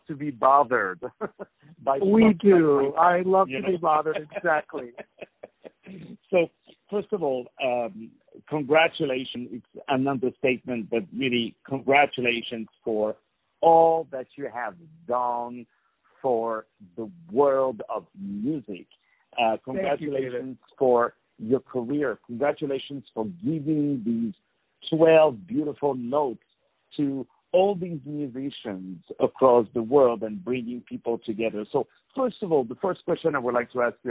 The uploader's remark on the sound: On the phone